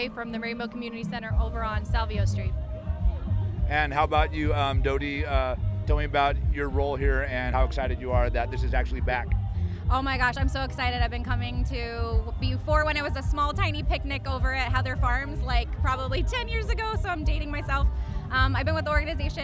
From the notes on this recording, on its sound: Pride In The Plaza is an annual event held in Concord California. The event is hosted by Rainbow Community Center of Contra Costa. We’ll hear sounds from the annual event.